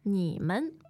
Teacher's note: third tone 你 plus a neutral tone